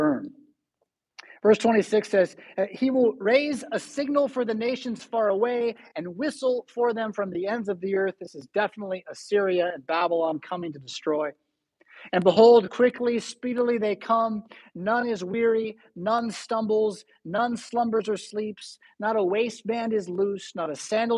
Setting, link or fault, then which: setting, large echoing room